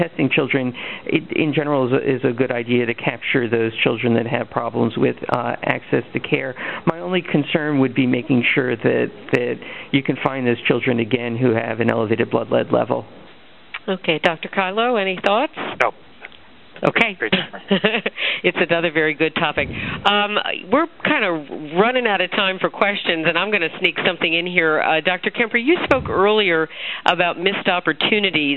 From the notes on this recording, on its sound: May 2005 Author in the Room® Teleconference